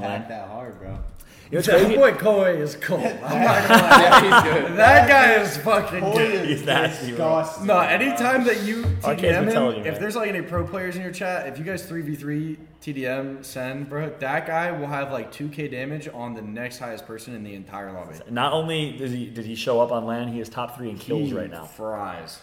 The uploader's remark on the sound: LIVE FROM BIRMINGHAM DAY 2